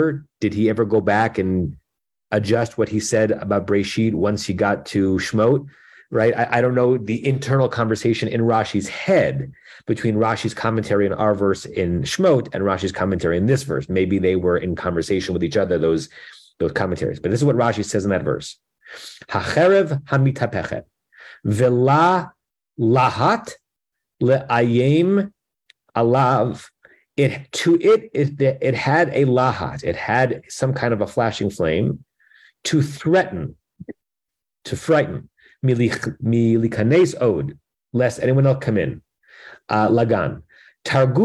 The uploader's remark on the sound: At Temple Beth Am, Los Angeles.